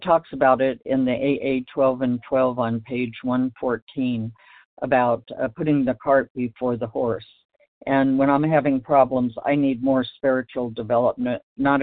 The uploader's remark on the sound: From the 100 Pounders Phone Meeting.